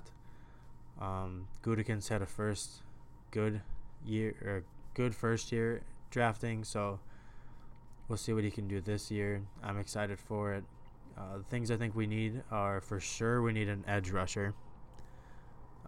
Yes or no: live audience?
no